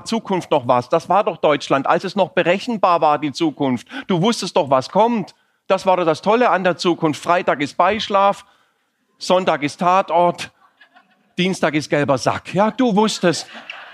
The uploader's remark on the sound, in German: Im Außeneinsatz. Teile des Auftritts und Teile dieses Gesprächs im Rahmen des "Comedy for Future Festivals".